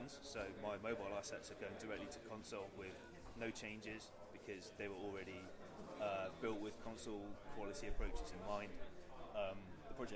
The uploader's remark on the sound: at the audio track day at Develop in Brighton 2014